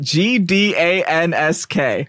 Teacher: the N has a little nya in it. Yeah, it has a little nya.